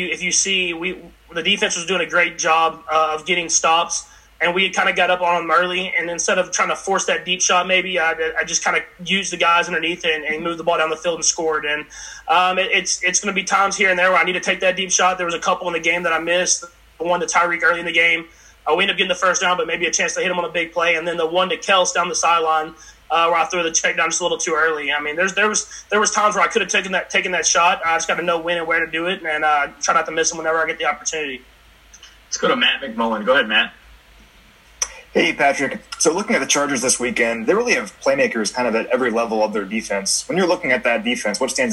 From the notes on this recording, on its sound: In a conference call with reporters.